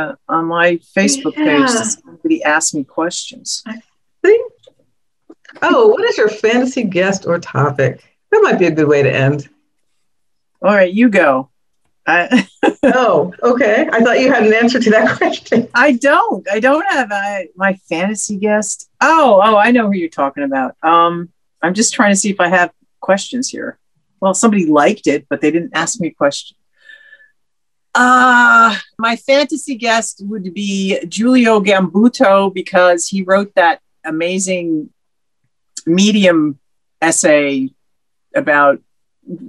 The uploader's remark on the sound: Zoom celebration